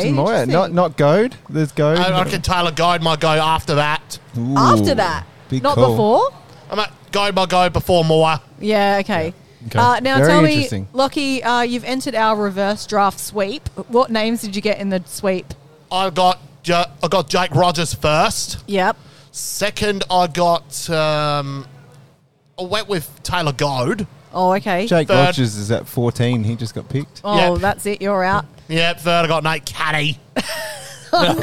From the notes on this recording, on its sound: LIVE from the Courtyard at the TA Hotel in Mitcham. Plenty of live listener feedback and general social media.